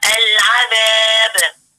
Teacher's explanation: حاولي العذاب فقط ما تطلعيش في اي همزة